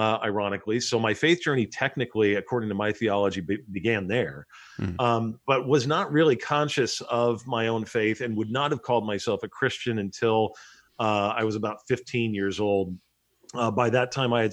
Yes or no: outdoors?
no